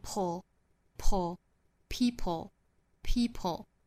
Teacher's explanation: 这其实也是属于爆破音加舌侧音，就是舌爆音嘛。那我们注意最后的这个音呢，就是 p 和舌侧音 e,它是放在一起发，发成 pull, pull, people, people, reach out to other